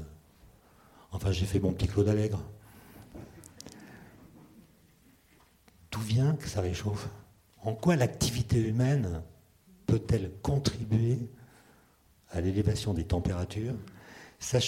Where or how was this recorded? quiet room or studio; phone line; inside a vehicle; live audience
live audience